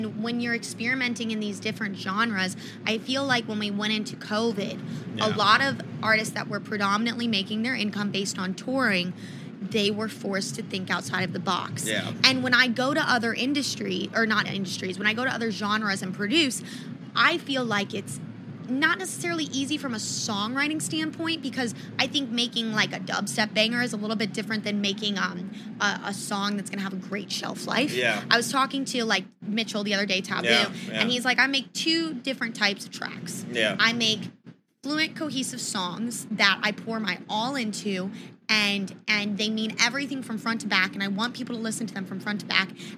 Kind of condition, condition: setting, busy venue